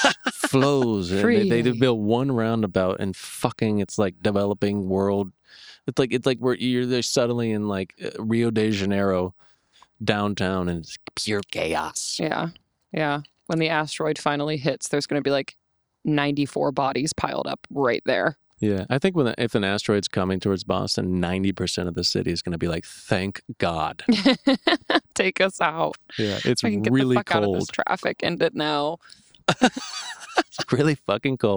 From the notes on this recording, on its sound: Kick back and relax with us on our Dad’s stoop in Boston